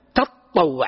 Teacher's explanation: وقوله إلا أن تطوع أو تطوع بتشديد الطاء مع الواو، تطوع أو بتخفيفها تطوع، وحتى مع تطوع فيها فك بين تاءين، فيها فك بين تاءين، وذلك أن قوله عليه الصلاة والسلام تطوع كما في الرواية أصله تتطوع، فأدغمت التاء في التاء فقيل تطوع للثقل، بدل أن تقول تتطوع قيل تطوع.